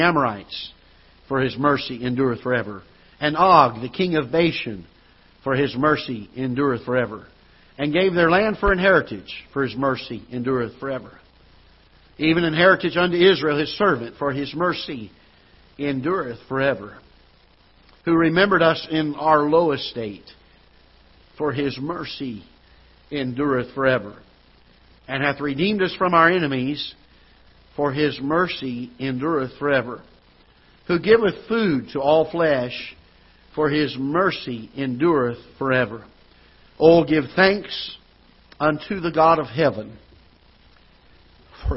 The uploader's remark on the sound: Ketha Heights Baptist Church ~ Live Broadcast